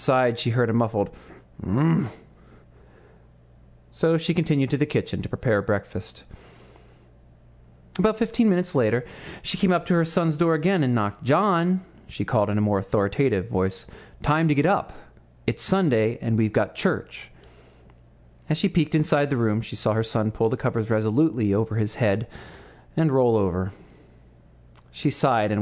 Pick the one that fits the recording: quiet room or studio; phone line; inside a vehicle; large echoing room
large echoing room